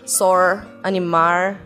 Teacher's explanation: Outra característica que também existe em algumas, alguns lugares do, do Brasil e que é influência, seria influência africana é o transformar esse L num R, R sor, animar, certo?